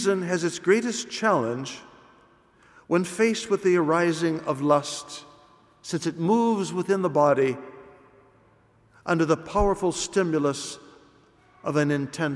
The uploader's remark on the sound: It was recorded at the 12:00 PM Mass in ordinary form.